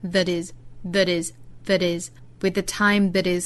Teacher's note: with 和 the 只发一个